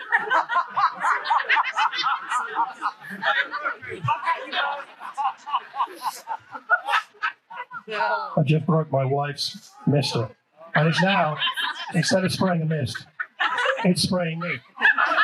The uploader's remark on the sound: The annual outdoor service at Wellington Country Park was a delightfully hot day.